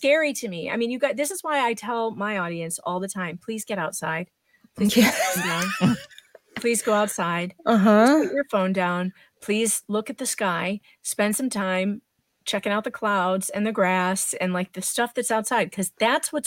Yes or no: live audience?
no